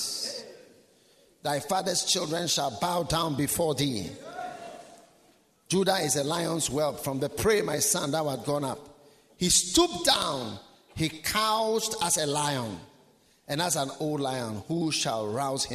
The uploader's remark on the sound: Preached at the Nerelugu Pastors‘ Conference.